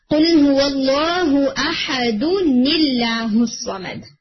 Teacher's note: جیسے قل هو الله احد، تو آپ دیکھیں اس میں دو دال دمہ اور اس کے بعد نون ساکن پروناؤنس ہو رہا ہے، تو آپ اسے اب دودن پڑھنے کی بجائے دو نی پڑھیں گے، یعنی اس نون کو کسرہ کے ساتھ پڑھا جائے گا · Term: التقاء الساکنین